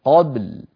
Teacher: فعلينا أن نقلقل الباء ساكنة قبل ونصل ذلك ببعضه · Term: قلقلة